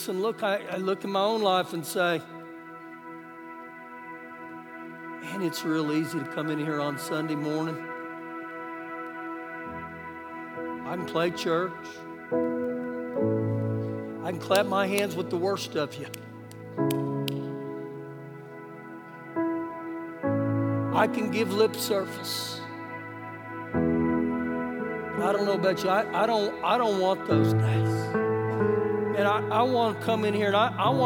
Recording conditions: large echoing room